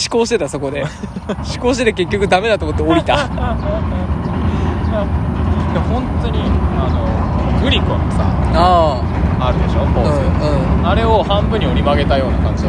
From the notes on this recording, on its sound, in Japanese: 河原収録